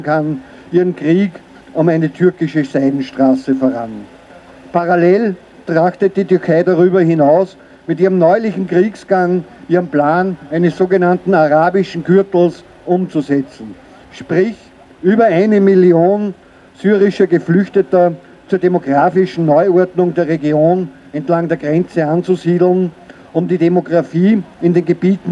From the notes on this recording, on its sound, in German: Demo für Stopp der türkischen Angriffe auf Rojava. Aufnahme der Reden bei der Auftaktkundgebung vor dem Parlament.